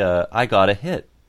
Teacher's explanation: it's very likely that you will stop the T of hit, and stop it in your throat as well.